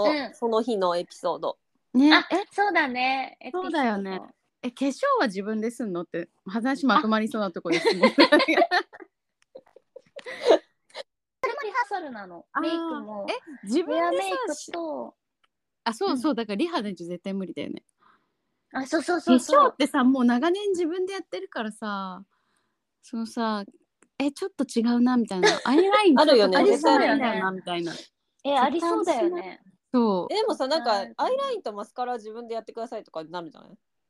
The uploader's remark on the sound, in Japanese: 今回はノンアルリモート収録！